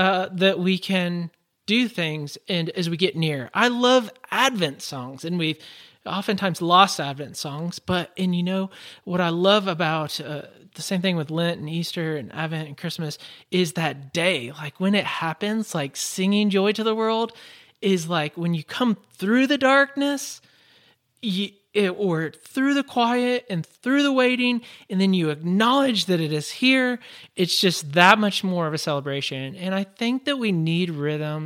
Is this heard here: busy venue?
no